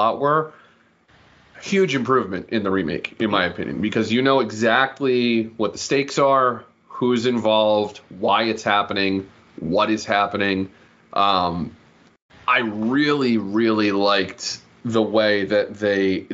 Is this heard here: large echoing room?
no